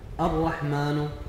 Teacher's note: ضم النون في الكلمة والصواب أنها مكسورة